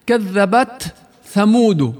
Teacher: يجب إظهار التاء فيها مع الهمس الكامل، كذبت ثمود، وإلا بتندغم وخطأ.